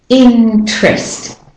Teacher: You hold on to the N a bit longer to get to the T. You leave out the syllable.